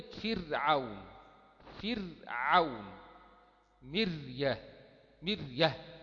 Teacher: يبقى كذلك رقق الراء إذا كانت ساكنة وقبلها مكسور وليس بعدها حرف استعلاء في كلمة واحدة · Term: الترقيق